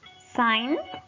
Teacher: La primera es silent G, la G silenciosa. No vamos a pronunciar la G en estas palabras. Normalmente cuando va antes de una N, cuando va antes de una N, no la vamos a pronunciar.